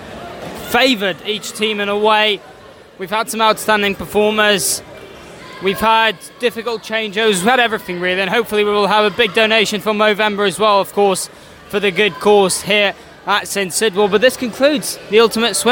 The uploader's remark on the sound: Welcome to St Sidwell's Point and welcome to live coverage of the Ultimate Swim Off - a Movember charity event involving six aquatic clubs: Swimming, Canoe, Surf, Waterpolo, Triathlon and Windiriding! Two-part special commentary.